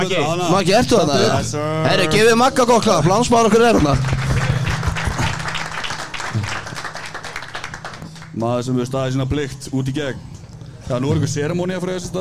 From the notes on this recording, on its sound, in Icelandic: Fyrsta Live showi hjá okkur sem var tekið upp á Arena Gaming! Geggjuð aðstaða.